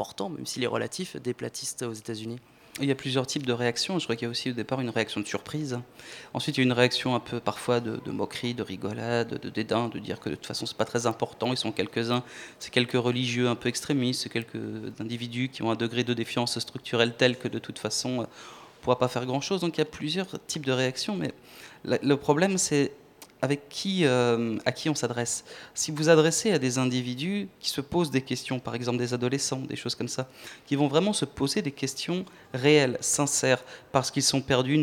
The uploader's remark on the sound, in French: Au programme de cette Matinale spéciale en direct depuis le Museum National d'Histoire Naturelle.